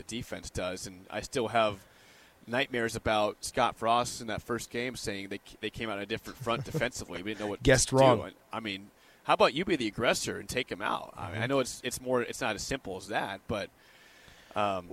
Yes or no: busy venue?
yes